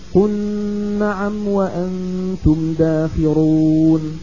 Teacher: الكسائي يدغم اللام من قل في النون من نعم فيصير النطق بنون مشددة